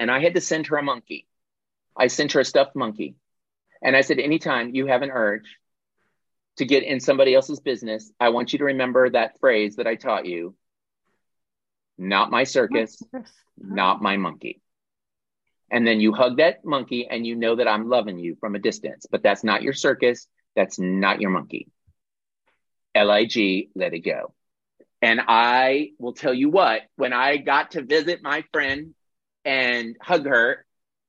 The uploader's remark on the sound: This is the audio recording of our monthly Zoomy Zoom